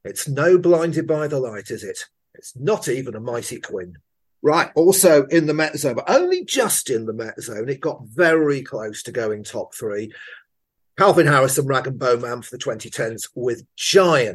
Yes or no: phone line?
no